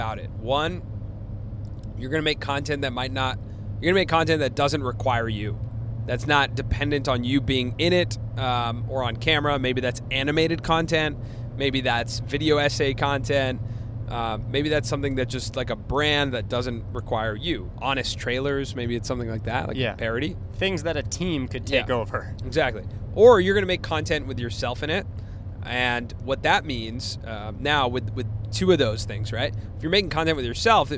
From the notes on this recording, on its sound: While we were driving from Pheonix to Flagstaff Arizona, we turned on our mics and recorded one of our most vulnerable conversations to date